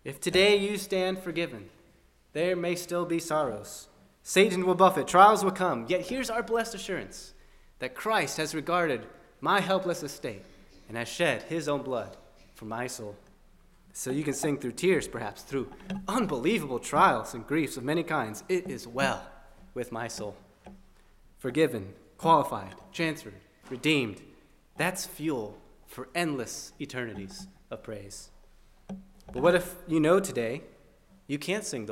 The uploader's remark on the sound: at First Baptist Church in Delphi, Indiana